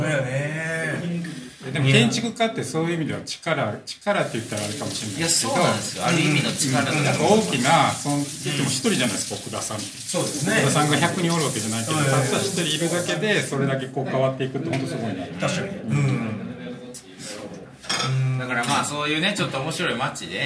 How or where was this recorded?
busy venue